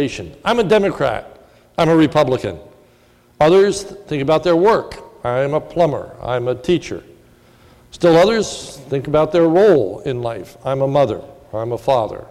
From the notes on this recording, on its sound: This is a sermon recorded at the Lebanon Bible Fellowship Church in Lebanon, PA